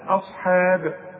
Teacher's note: احنا خدنا الهمزة انها دائما مرققة، الحاء دائما مرققة.